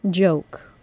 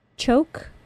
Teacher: A J sound is a voiced CH sound.